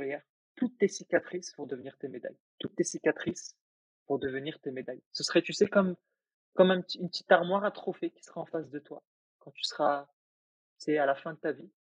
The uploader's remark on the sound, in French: On enregistre avec nos superbes nouveaux micros. La qualité audio n'est pas aux RDV certes.